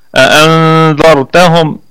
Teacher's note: والراء مفخمة، الراء مفخمة، وبقية الكلمة كلها مرققة. أأنذرتهم، الراء مفخمة لأنها ساكنة وقبلها مفتوح